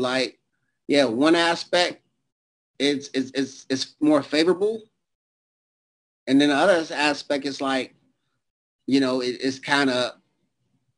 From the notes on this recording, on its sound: our 6/26/2022 Zoom Show